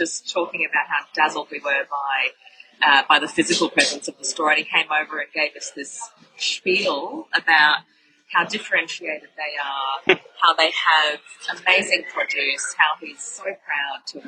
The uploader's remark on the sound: We had a slight technical glitch with the microphone, so apologies for the audio.